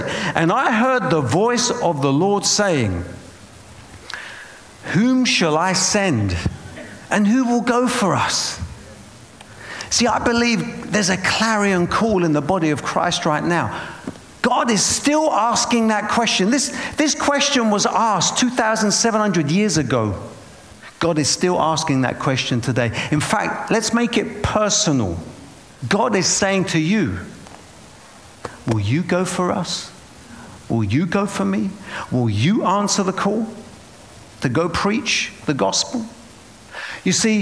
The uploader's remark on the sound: preaching at a Church in Boston.